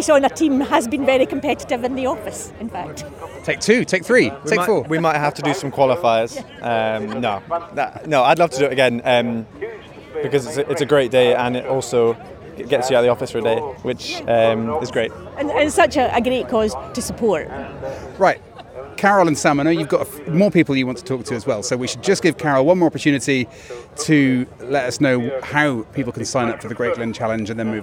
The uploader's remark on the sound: Ringside at Fife Show